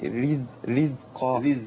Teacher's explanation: والراء المكسوره طبعا تبقى مرققه